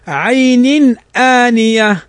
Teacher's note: تنوين بعده همزة، والهمز من حروف الإظهار